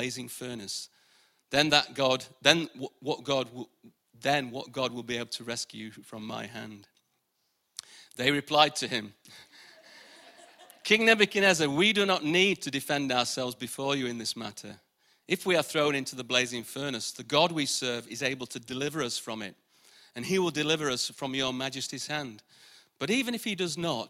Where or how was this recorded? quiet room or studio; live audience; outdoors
live audience